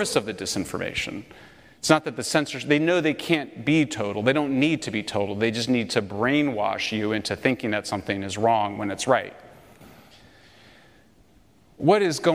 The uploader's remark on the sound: Lecture At University of Austin